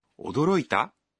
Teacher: If you say 驚いた with a rising intonation, it becomes a question.